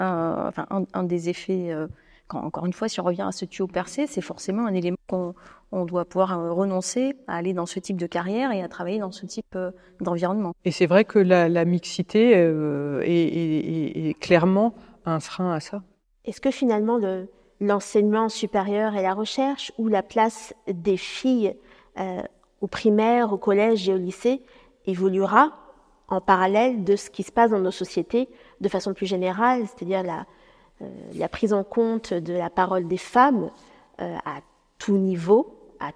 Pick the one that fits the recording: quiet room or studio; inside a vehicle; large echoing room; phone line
large echoing room